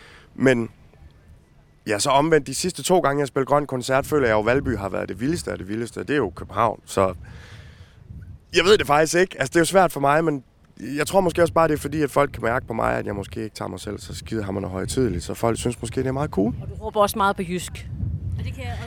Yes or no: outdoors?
yes